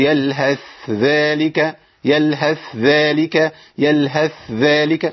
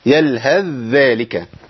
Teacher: طب الادغام بقى يلهث ذلك، الثاء عندي ما بقاش لها ذكر، بجيب ايه؟ ذا المشدده · Shown in: second take · لان اي ادغام يترتب عنه تشديد الحرف الثاني، يلهث ذلك.